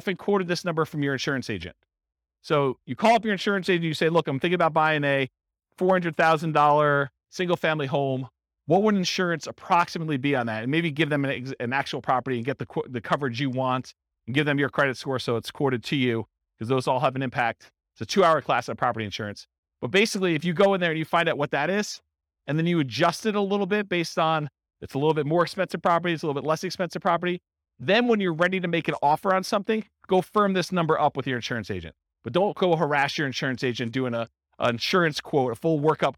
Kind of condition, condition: setting, live audience